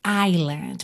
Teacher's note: Porque se escreve I-S-L-I-N-D. Mas esse S é completamente mudo.